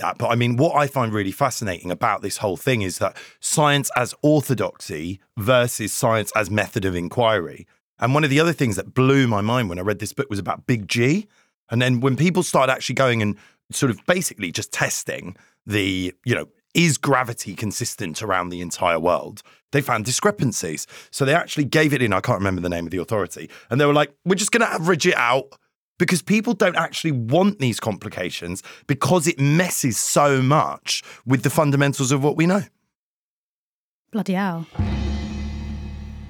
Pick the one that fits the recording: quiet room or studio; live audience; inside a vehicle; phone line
quiet room or studio